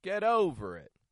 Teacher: the first syllable of the word over, over, is going to be stressed here. It's going to raise in the tone.